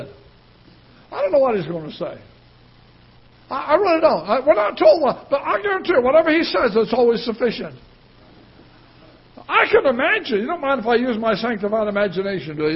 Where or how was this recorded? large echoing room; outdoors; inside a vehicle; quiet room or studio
large echoing room